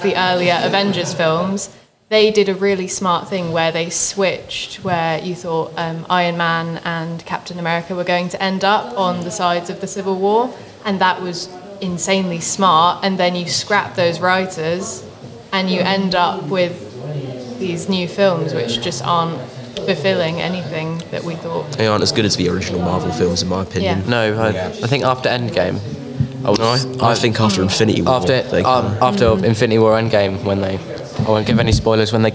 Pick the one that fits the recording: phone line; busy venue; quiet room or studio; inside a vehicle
busy venue